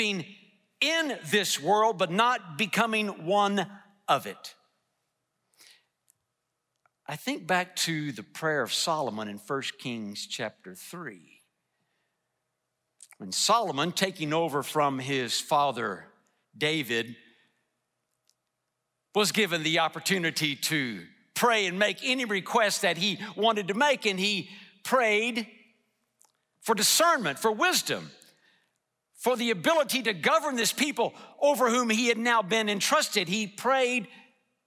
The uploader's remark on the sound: delivered a message in #SWBTSChapel